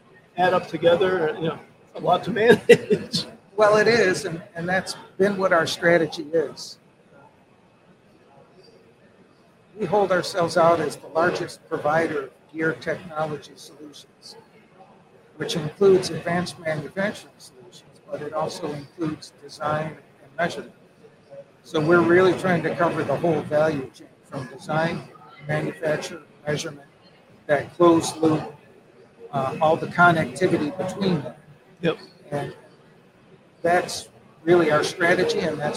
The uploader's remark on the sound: In the middle of the afternoon during our full day of livestreaming from the American Gear Manufacturers Association's Motion + Power Technology Expo at Huntington Place in Detroit.